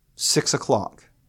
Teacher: trochaic dimeter missing a final unstressed syllable